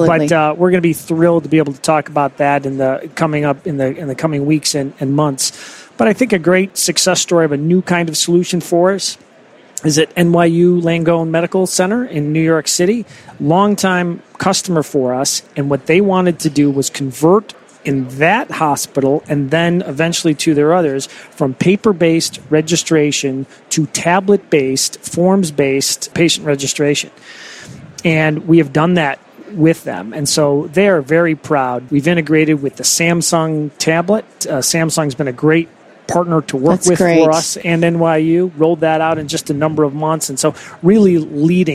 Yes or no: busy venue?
yes